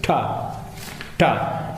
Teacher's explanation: La punta della lingua batte contro la volta del palato e ottiene questi suoni. · Term: suoni cerebrali